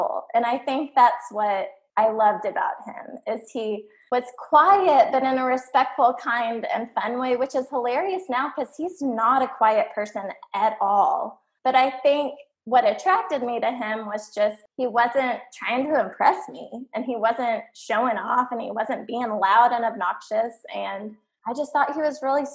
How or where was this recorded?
video call